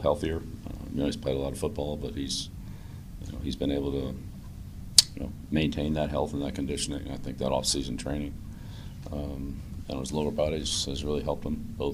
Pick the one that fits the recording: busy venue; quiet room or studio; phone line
busy venue